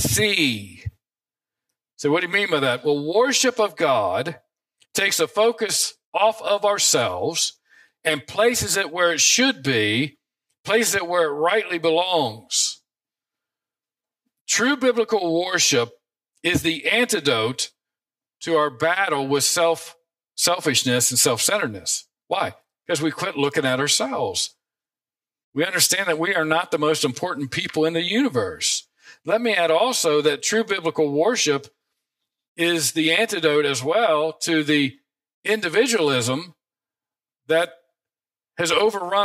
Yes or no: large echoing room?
yes